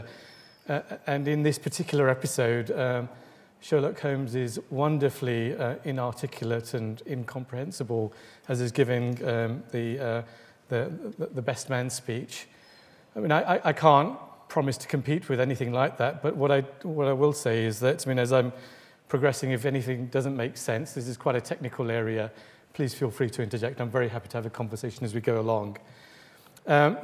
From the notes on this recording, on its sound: Delivers the third lecture in the 2014 Medical Detectives series. Recorded on 23 October 2014, at the University of Edinburgh's Anatomy Lecture Theatre.